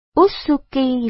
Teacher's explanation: Nhấn mạnh âm U, và bỏ âm cuối y